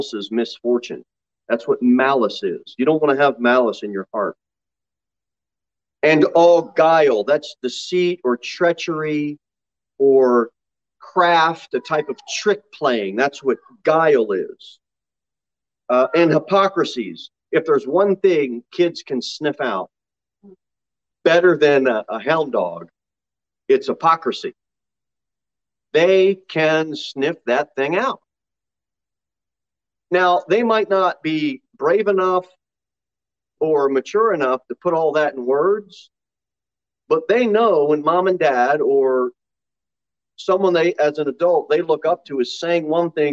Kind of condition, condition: setting, large echoing room